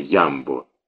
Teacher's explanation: у нас слово «Ямбо» произносили с ударением на первый гласный